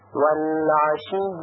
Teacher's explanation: مثال بعدی والعشی، هنگام وقف والعشی، فقط یا رو محکم بیان میکنیم ولی کسره یا رو تلفظ نمیکنیم، بلکه تبدیل به ساکن میشه